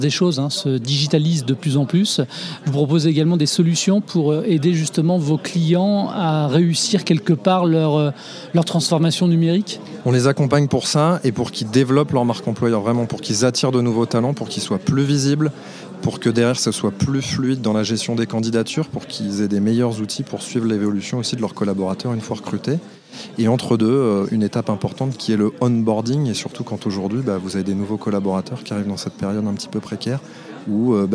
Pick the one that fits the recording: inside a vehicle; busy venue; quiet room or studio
busy venue